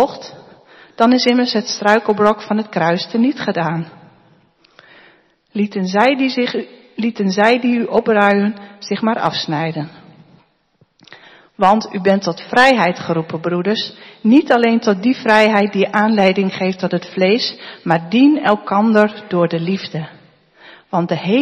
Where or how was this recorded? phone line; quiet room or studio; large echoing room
large echoing room